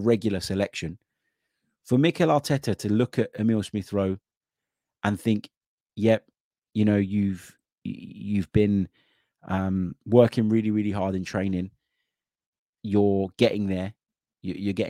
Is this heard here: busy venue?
no